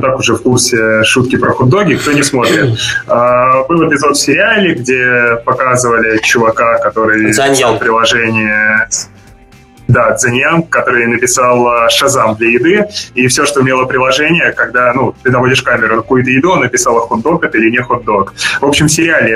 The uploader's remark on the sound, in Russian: Формат новый, выпуск - пилотный, так что звук слегка потрачен, извиняйте.